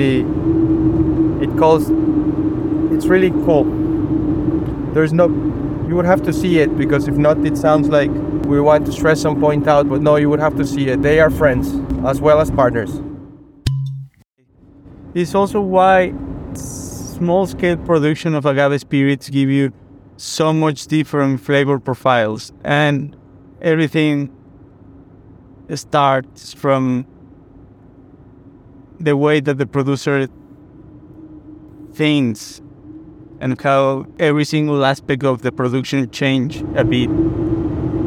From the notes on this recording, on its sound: Final Car Conversation. On the drive back to Guadalajara.